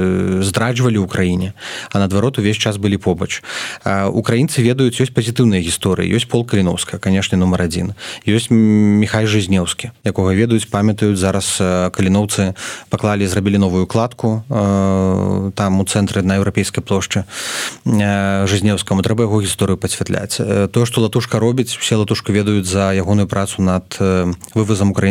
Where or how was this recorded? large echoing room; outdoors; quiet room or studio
quiet room or studio